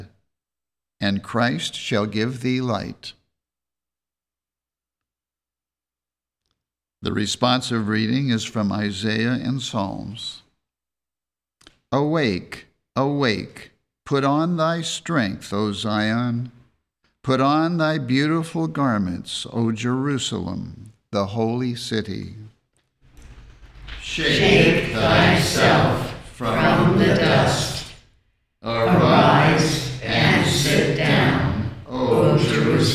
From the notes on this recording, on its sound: The Sunday service audio